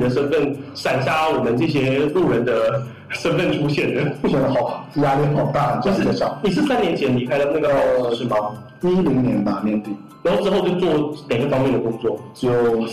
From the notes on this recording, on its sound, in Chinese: 创业那些事儿（渣音质）。音质渣，推荐低音量下收听。